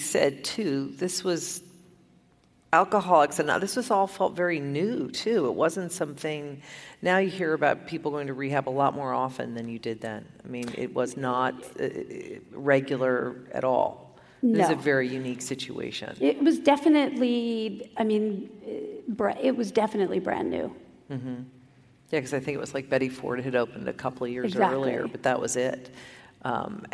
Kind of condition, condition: setting, live audience